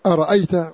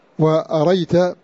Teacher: أرأيت الهمزة محققة، وأريت بحذف الهمزة